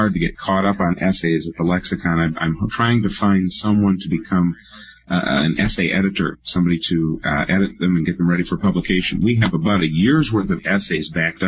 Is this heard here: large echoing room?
no